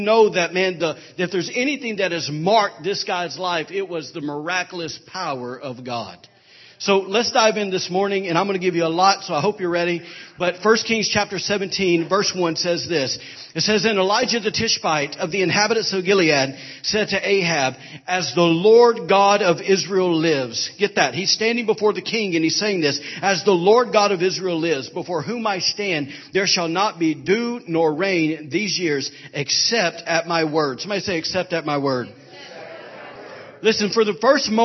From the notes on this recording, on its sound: was recorded on Sunday, April 9, 2017 during Sunday morning service at Celebration Life Family Church